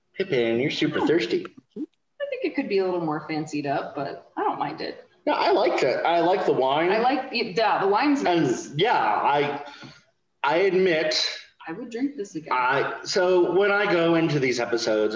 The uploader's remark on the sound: Started plotting to do a podcast over Zoom. This is my first official Zoom Podcast, and there will be more to come in the future.